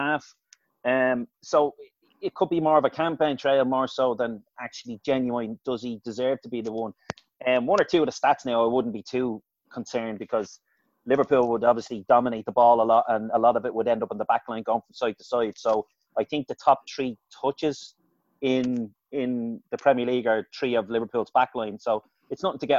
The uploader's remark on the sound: Zoom Show.